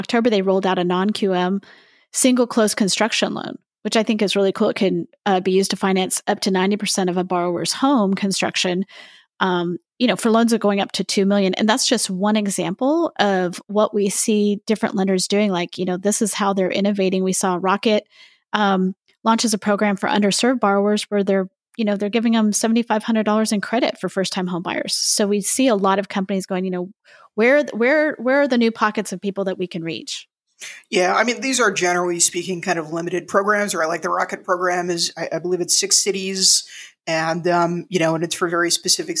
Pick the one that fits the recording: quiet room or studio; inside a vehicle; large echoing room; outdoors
quiet room or studio